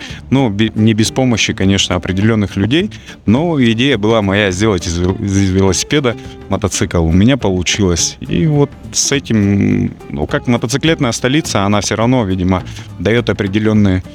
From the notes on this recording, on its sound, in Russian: Интервью с фестиваля H.O.G. Winter Challendge «Ural Ice 2023». В Екатеринбурге прошел уникальный, единственный в Мире (и уже третий по счету) Harley Davidson и Harley Owners Group зимний мотофестиваль H.O.G. Записано в полевых условиях в городе Екатеринбург.